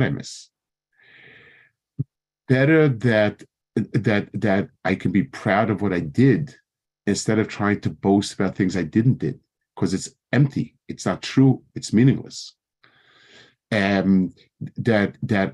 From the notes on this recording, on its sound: Given over Zoom for the Consortium of Jewish Day Schools.